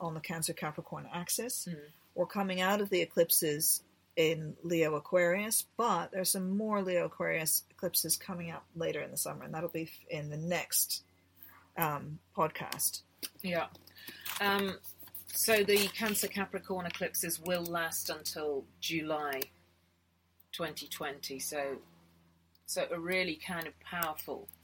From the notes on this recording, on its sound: We record the latest podcast on a narrow boat rocking gently back and forth on the canal sipping cups of tea.